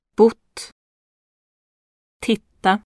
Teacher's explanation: T is always pronounced far forward, with the tongue just behind the front teeth.